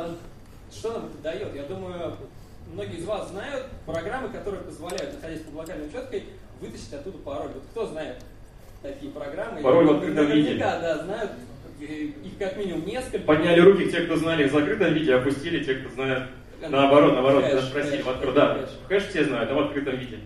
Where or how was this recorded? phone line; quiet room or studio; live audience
live audience